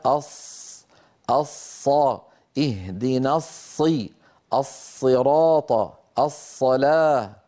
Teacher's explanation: مخرج الصاد من منتهى طرف اللسان، وإن شئت فقل رأس اللسان، لك أن تقول رأس اللسان ولك أن تقول منتهى طرف اللسان مع أسفل الصفحة الداخلية للثنايا السفلى.